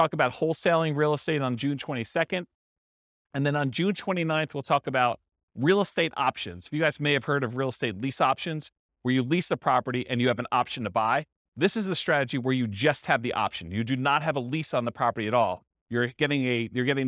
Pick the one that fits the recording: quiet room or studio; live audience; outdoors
live audience